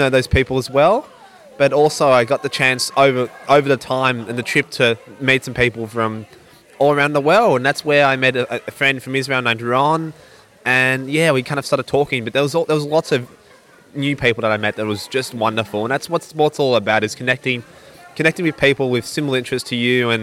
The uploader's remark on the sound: went on an excursion to the Special Olympics Victorian State Games with her roving podcast mic